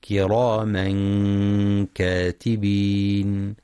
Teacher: ينتبه القارئ للإخفاء الحقيقي وترقيق الغنة